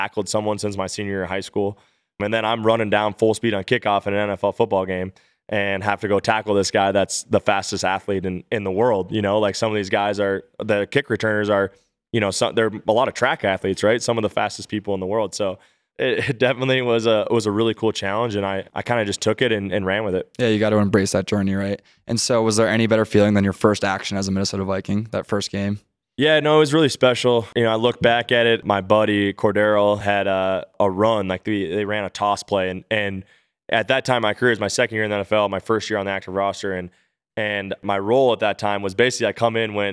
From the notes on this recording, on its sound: LIVE from the Lake Tahoe celebrity golf tournament. LIVE from the Lake Tahoe celebrity golf tournament.